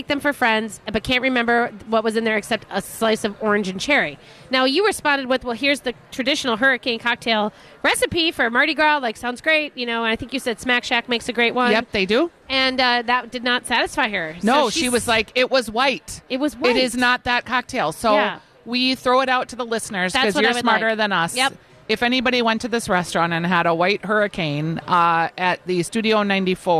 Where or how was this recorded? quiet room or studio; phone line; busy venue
busy venue